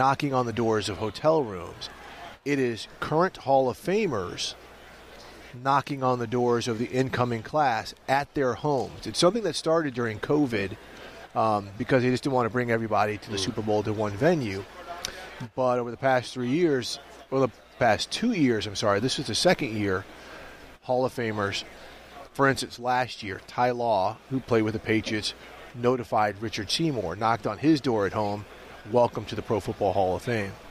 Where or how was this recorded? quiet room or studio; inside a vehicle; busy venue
busy venue